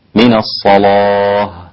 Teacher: وسبب التغليظ هو الصاد المفخمة قبلها، فيجعل اللام أيضا مغلظة مثل الصاد تسهيلا في النطق، لأن اللسان إذا كان في استعلاء دائم أو في استفال دائم فهو أيسر له من أن ينتقل من أحدهما إلى الآخر. · Term: تغليظ اللام